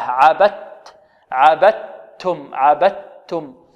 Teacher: النطق بتاء مشددة، نخرج من الباء إلى تاء مشددة، عبدت، عبدتم، عبدتم، ولا أنتم إخفاء، عابدون ما أعبد، لكم دينكم ولي دين، ديني، يعني النون مكسورة.